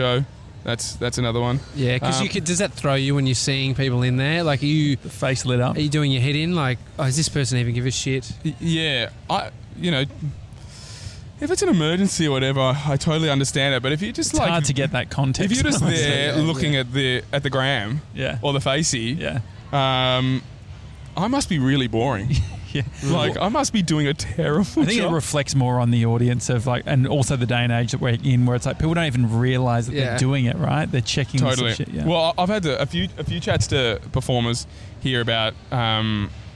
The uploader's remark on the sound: a chat on a park bench in New York City's famous Washington Square Park